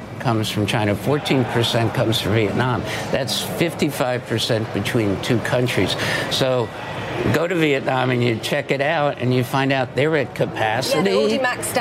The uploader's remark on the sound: live from the New York Stock Exchange